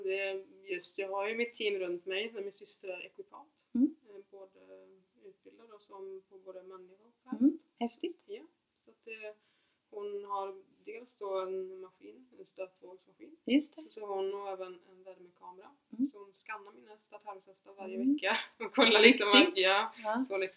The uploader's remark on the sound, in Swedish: Ljudet är tyvärr lite lågt i detta avsnitt.